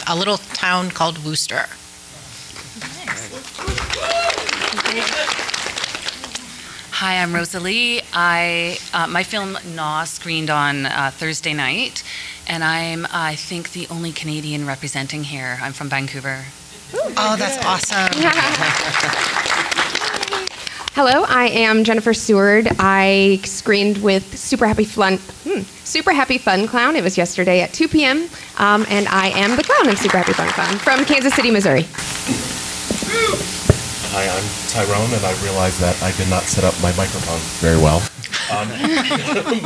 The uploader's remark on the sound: Recorded live at Nightmares Film Festival, the 2023 Social Progress through Horror panel!